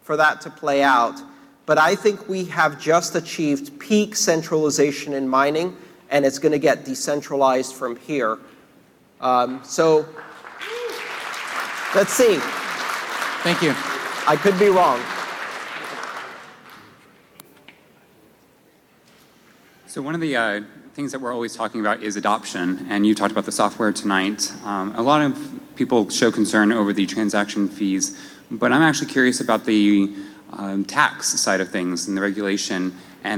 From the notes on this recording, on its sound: his recent talk + Q&A at the sold out Internet of Money event